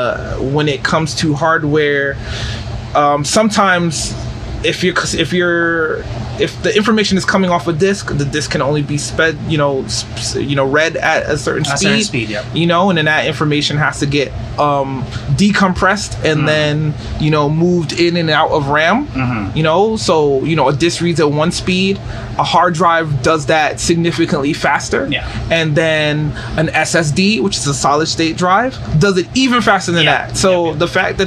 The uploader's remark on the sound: Live in Restaurant